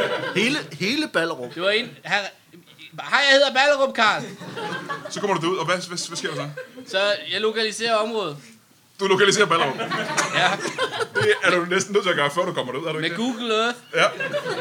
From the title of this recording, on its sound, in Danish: LIVE fra Warberg Comedy Club